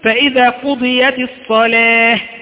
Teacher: إذا وقفت عليها سوف تقول فإذا قضيت الصلاة بهاء، أصلها كانت تاء، لكن لما وقفت عليها بهاء سميناها هاء تأنيث.